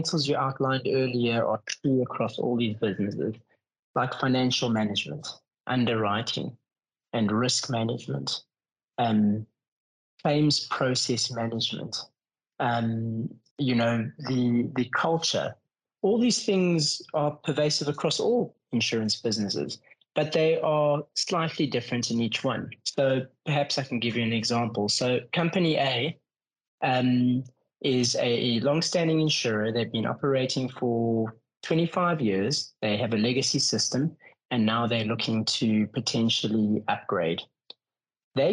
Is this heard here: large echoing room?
no